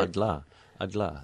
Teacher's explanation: there is a brief closure of the whole of the tongue and the sides kind of whip past. And you can hear edges. · Term: alveolar lateral flap